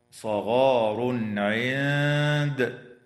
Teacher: ويظهر التنوين عند العين